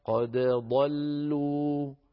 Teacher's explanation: فحفص رحمه الله رواها قد ضلوا بإظهار الدال عند الضاد